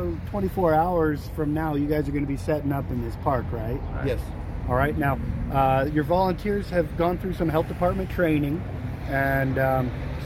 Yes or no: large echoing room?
no